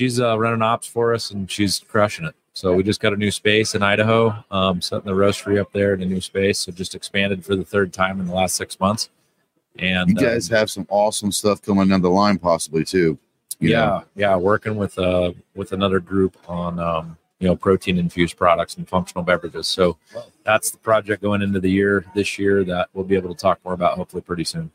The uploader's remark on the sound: LIVE From SHOT Show Day One. We had a blast with the LIVE podcast during SHOT Show.